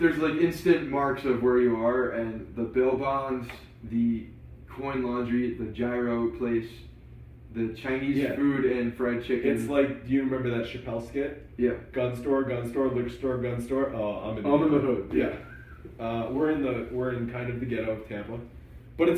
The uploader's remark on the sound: Late Night Periscope Edition. Live Periscope edition of the Bronx Pinstripes Show from Tampa! After attending the Yankees vs Orioles spring training game on Friday, we did a live recap podcast. Despite some technical difficulties with actually RECORDING the audio.